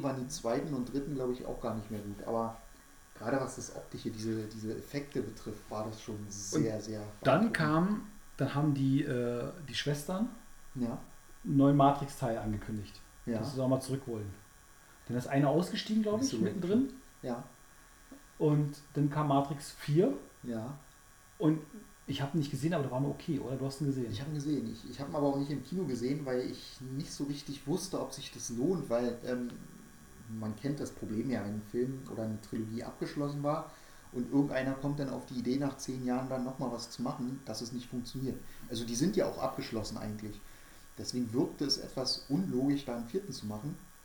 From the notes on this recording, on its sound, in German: Leider ist die Aufnahme recht leise geworden.